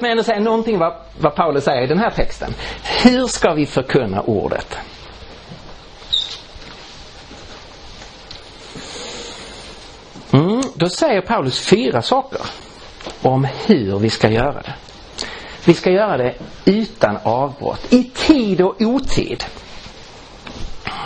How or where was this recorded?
large echoing room